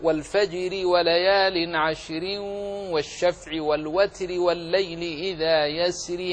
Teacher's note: إن قرأت بالوصل رققت الراء لأنها في كلها مكسورة